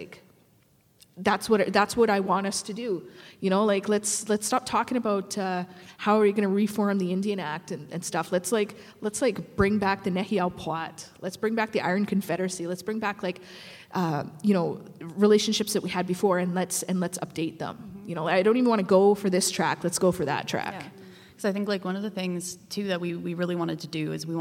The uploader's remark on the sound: Métis In Space Live at the UBC Sty-Wet-Tan Great Hall. A LiveStudioAudience.